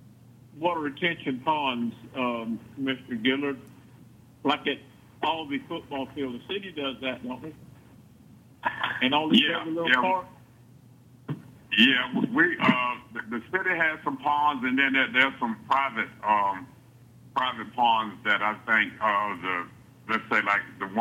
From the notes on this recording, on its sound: Regular teleconference meeting of the Liberty County Board of Commissioners.